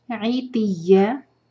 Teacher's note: فتح کی تنوین پر رک رہے ہیں تو یہاں ہمیں دو حرکہ کھینچنا ہوگا مد عوض عن التنوین